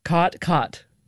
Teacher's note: what's called the caught merger, or in linguistic circles, the low back vowel merger, which is sort of the biggest marker of Western speech.